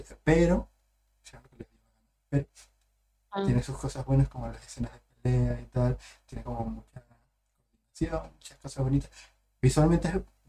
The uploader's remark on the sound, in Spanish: perdón por la falla del audio